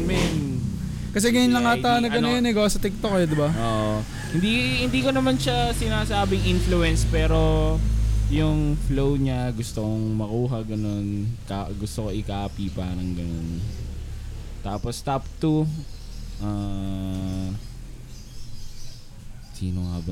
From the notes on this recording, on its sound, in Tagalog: Recording na along the hi-way haha!